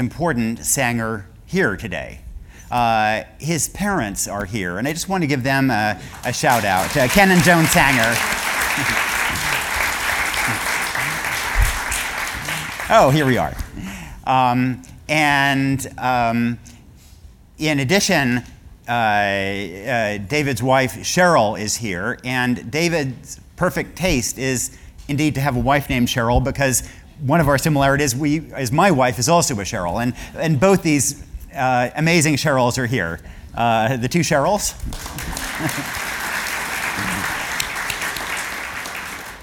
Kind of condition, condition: setting, live audience